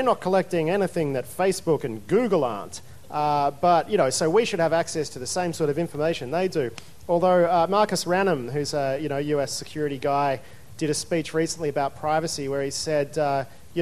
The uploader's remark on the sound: Panel recording, Splendour in the Grass. This is a recording of a panel I hosted at the Splendour in the Grass music festival forum.